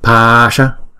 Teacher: chữ pa là hai nhịp, chữ sa là một nhịp